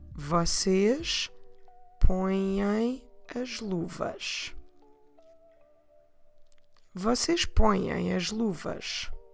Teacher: Here we have põem, ending with this nasal vowel sound. And then we have as, which is again a vowel sound.